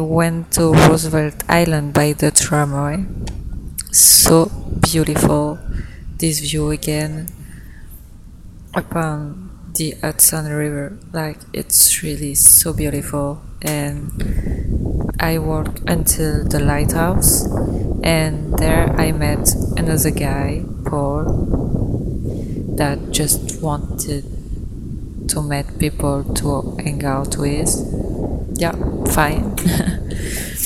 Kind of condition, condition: setting, outdoors